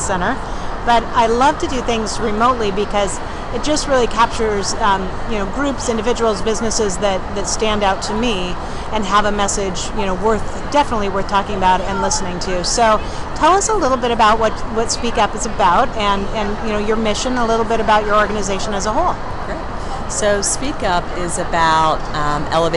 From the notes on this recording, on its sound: on location at the Pennsylvania Women’s Conference at the Philadelphia Conference Center